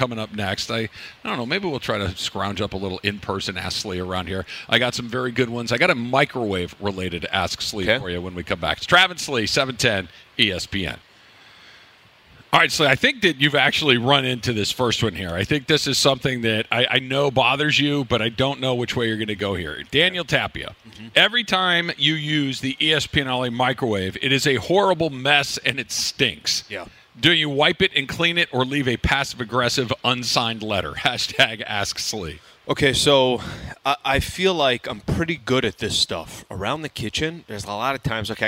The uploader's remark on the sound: We're live from Commerce Casino!